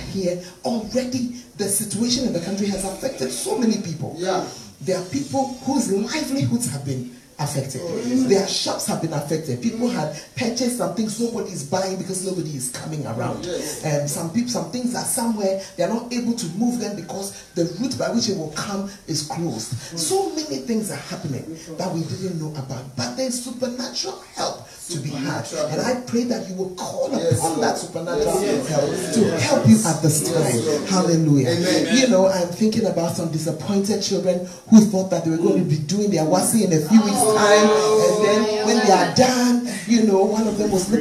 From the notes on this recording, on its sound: Preached at the Fountain Of Life Cathedral